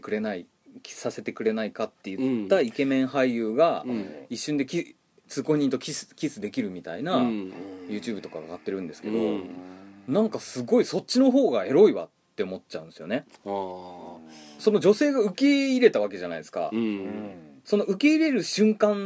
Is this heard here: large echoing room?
no